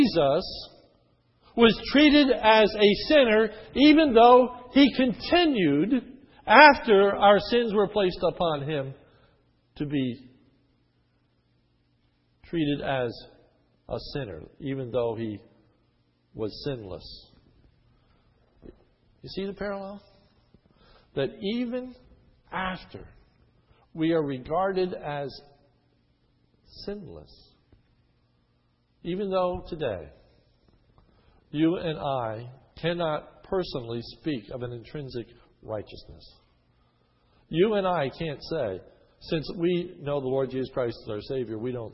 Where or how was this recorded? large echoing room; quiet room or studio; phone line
large echoing room